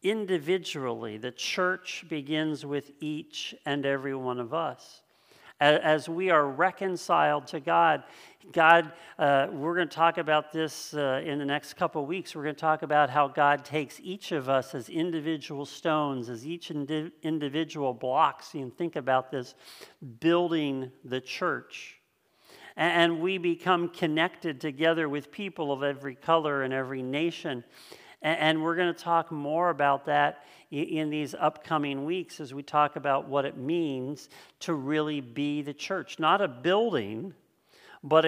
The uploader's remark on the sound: This sermon was originally preached on October 4th 2020 at Linglestown Life Church in Harrisburg PA.